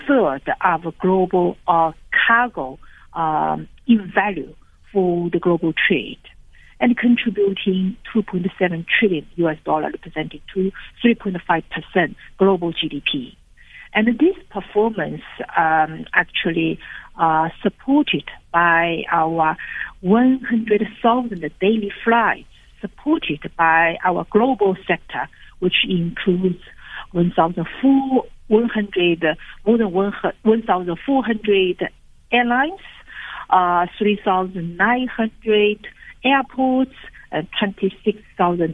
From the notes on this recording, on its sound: Guest (phone).